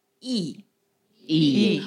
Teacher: Y-I-E, fourth tone, so go down.